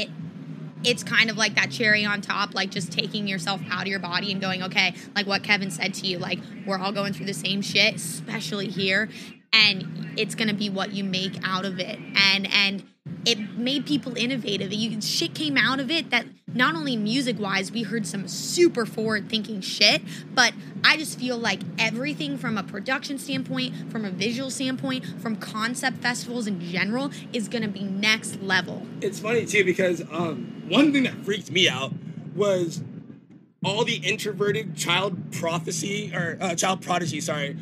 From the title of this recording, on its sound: Live from Forbidden Kingdom